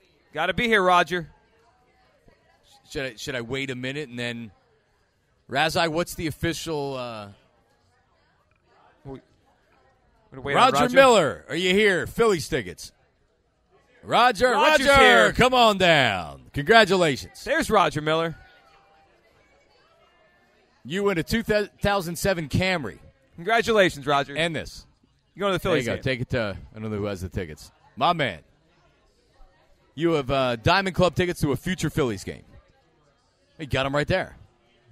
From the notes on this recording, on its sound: live from the AT&T Store in Philly